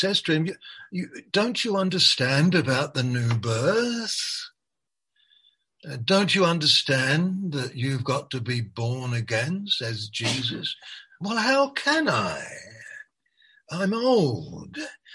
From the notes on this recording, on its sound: Malaysia Meets (Zoom).